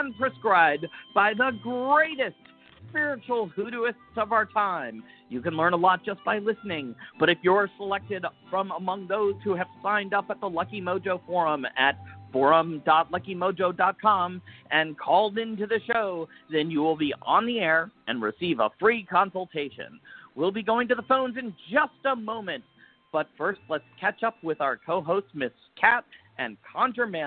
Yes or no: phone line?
yes